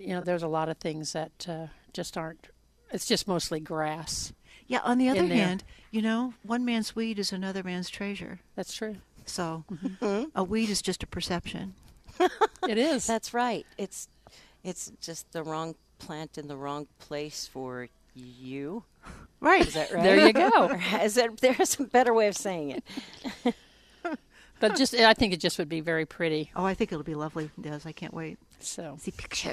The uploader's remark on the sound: Live at Prairie Gardens 2-26-22